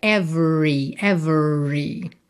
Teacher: lembra que o E do meio não é pronunciado. Então, você vai do V direto para o R.